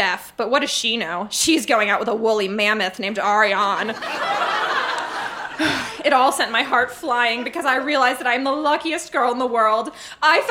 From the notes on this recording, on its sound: Recorded live in Vancouver, BC.